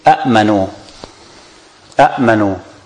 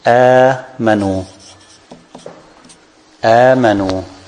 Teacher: they deleted the second hamza, and they compensated by alif · Shown in: second take · So it becomes amanu.